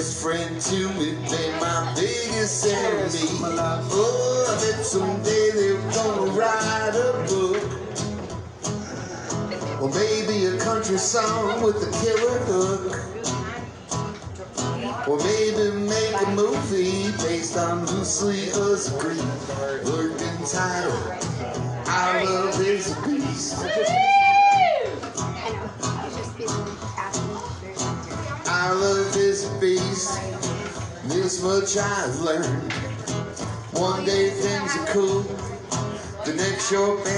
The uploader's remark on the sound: Live at Belcourt Taps an interview and live performance.